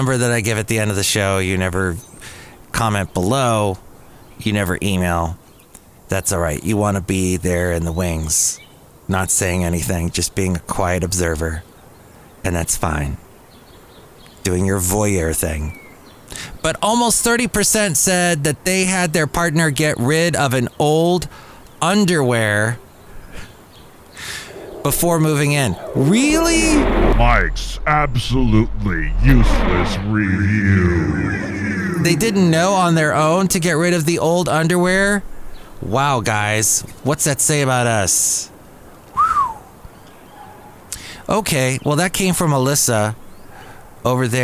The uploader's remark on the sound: podcasts live from Café Anyway